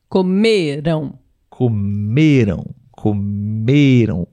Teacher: A sílaba tônica está no me. me. Mas o som é nasal, porque tem a vogal A e a última letra é M.